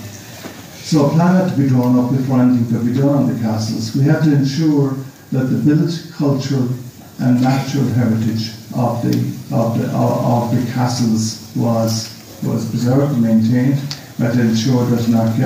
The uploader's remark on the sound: This recording was grabbed at the 13th Annual Galway City Heritage Conference 2023.